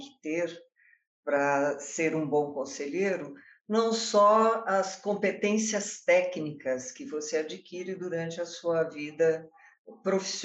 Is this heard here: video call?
yes